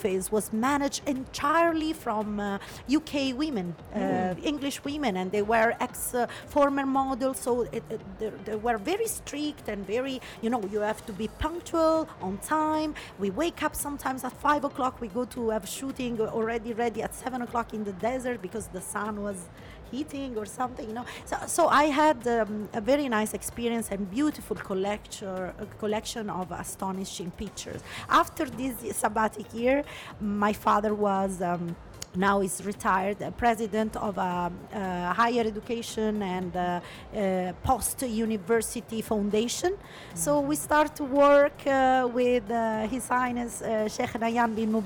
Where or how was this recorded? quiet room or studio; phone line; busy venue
busy venue